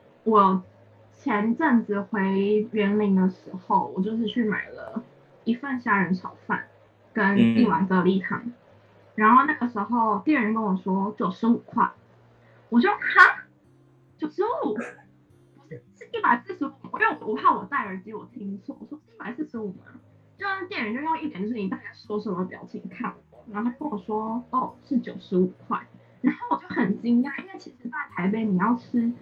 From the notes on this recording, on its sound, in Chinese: 此集為線上錄音